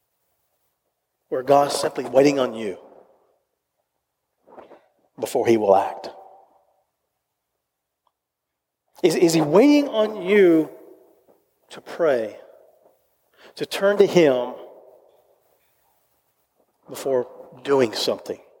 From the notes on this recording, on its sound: recorded live at Covenant